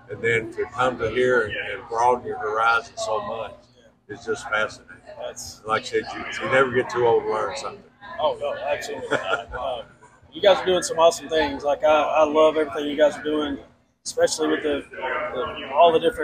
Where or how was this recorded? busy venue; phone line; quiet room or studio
busy venue